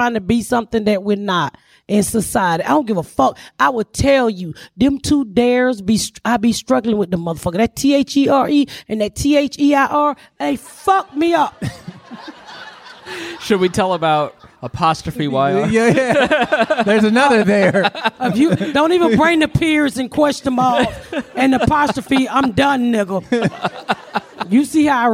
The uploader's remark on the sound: We are live at San Francisco Sketchfest